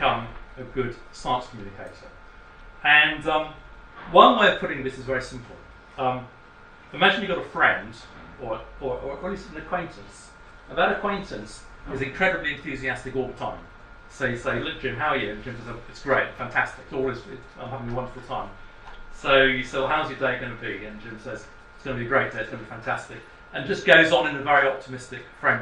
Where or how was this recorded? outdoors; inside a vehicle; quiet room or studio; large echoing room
large echoing room